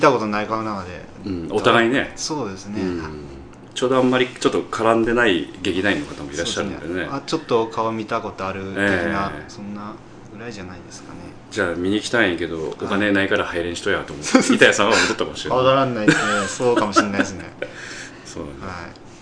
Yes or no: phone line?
no